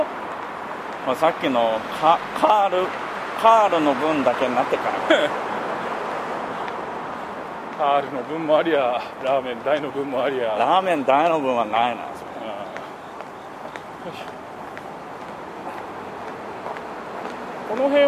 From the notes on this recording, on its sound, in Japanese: 新橋～銀座～東京駅と歩きながら収録を行いました。